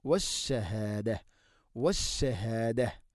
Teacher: അവിടെ വഖഫ് ചെയ്യുമ്പോൾ താഇന സുക്കൂൻ ഹാഇൻ്റെ ശബ്ദമാണ് വരിക